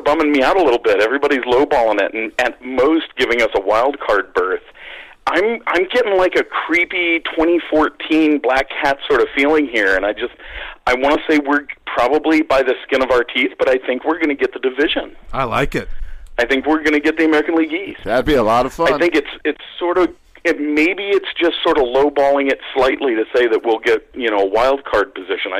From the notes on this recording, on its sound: We open up the phone lines